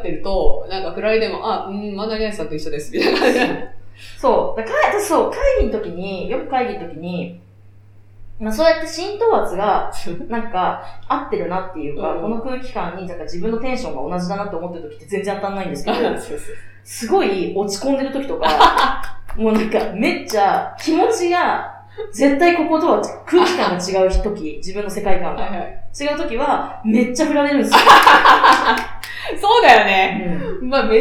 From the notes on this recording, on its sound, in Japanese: 今月ちょっと音質が悪いです。